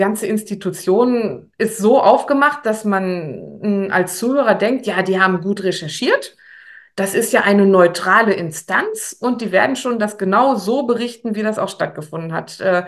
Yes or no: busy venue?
no